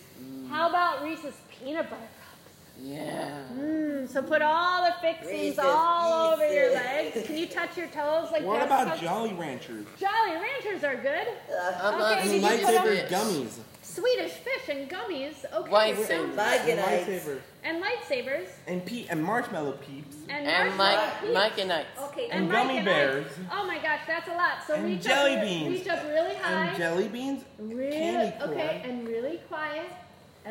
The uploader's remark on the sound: This is a live recording from a 30-minute Mini-Mindfulness & Yoga Session.